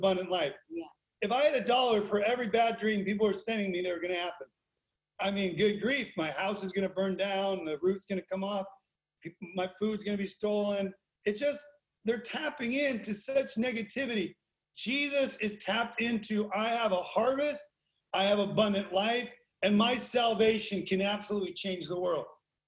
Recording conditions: video call